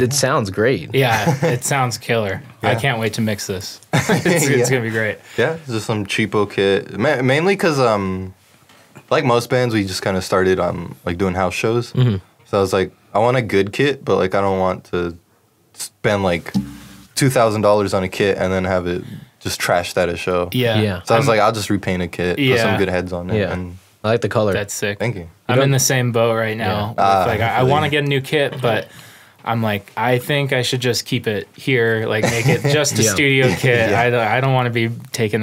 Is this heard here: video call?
no